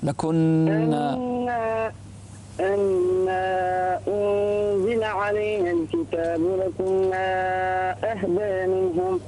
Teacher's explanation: انتبه إلى الغنة في النون المشددة